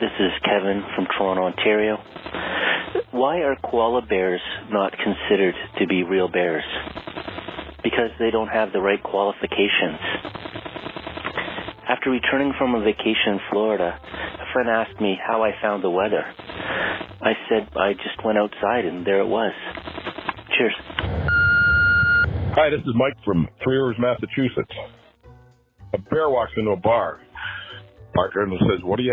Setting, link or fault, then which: link, phone line